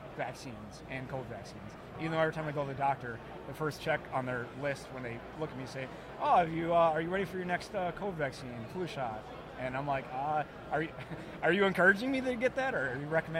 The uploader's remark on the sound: Podcast at AmFest